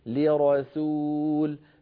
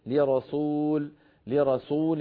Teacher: لما قلت ألا نؤمن لرسول، ليرى سو، لابد من أن بعد أن فخمنا الراء ليرى أن نعود فنرقق السين فنقول لرسول، فإن تركنا الفم على هواه فإنه أسهل على الفم أن ينطق السين مفخمة بعد أن نطق الراء قبلها مفخمة · Shown in: second take